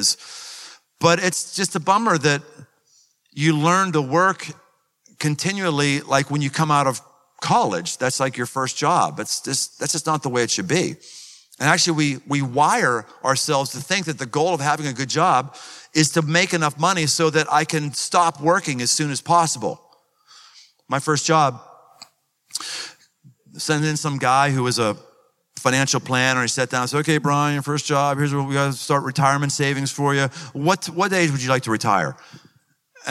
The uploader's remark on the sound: Live in Cincinnati. Recorded live in front of a packed house of athletes and their coaches.